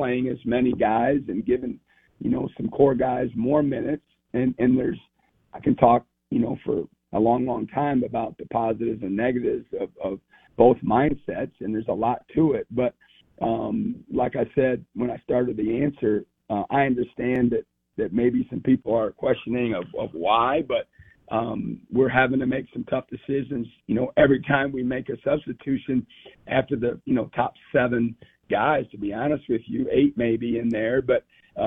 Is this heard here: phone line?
yes